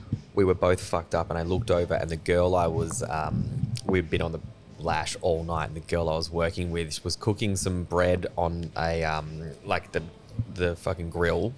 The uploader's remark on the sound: This is a fun podcast, so good to have all the original boys back together, on location at RoyAl’s burger in Wembley, Perth.